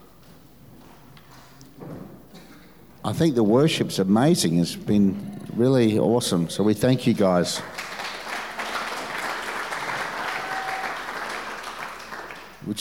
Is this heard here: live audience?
yes